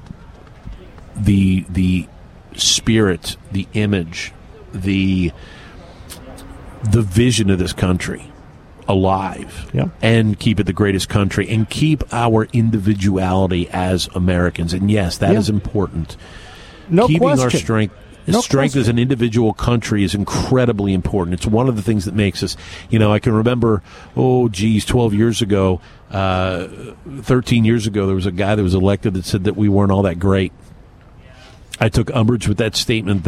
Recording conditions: busy venue